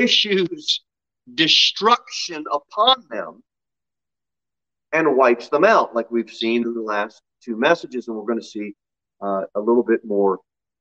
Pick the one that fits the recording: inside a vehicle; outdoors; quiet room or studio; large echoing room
large echoing room